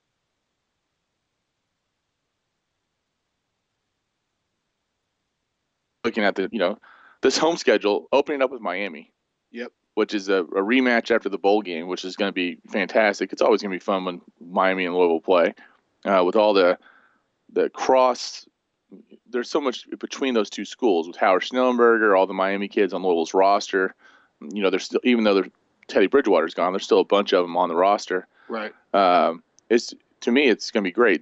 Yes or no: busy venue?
no